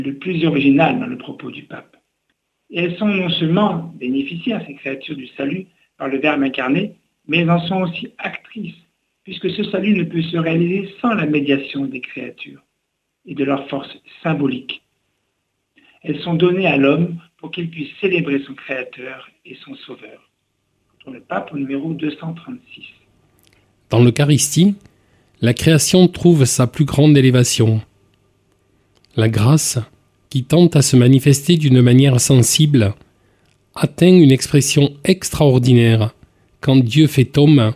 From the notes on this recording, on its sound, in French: Qui a comme invité par téléphone.